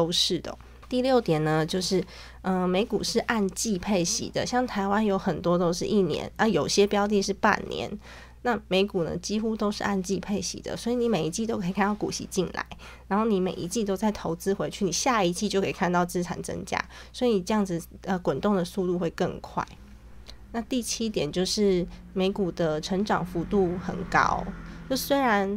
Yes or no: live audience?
no